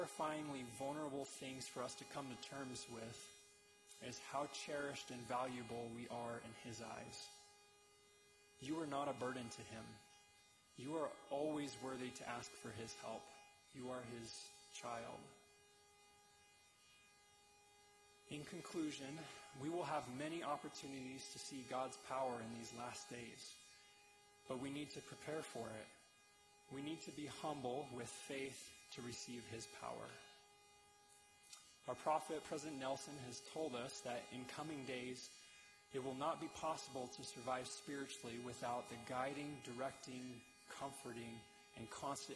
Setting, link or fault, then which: setting, large echoing room